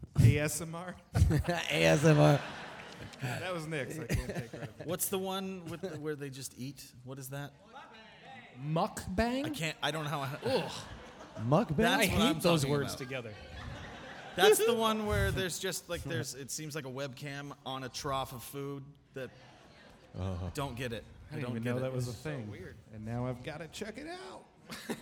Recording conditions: busy venue